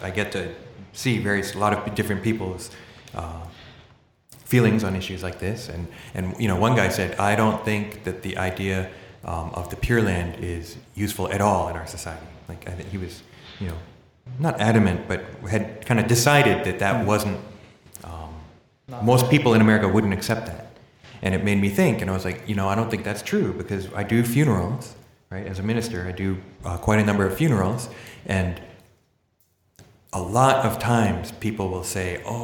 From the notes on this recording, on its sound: Our second live recording — actually live this time and broadcast via webstream across the Internets — was recorded in the lobby of the Jodo Shinshu Center